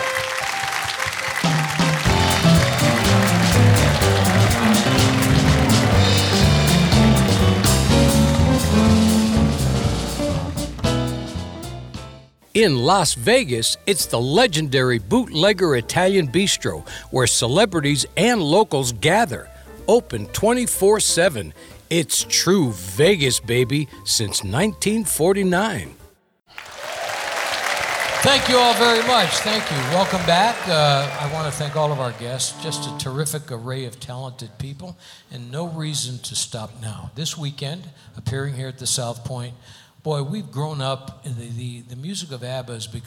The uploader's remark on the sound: Live at the SouthPoint Casino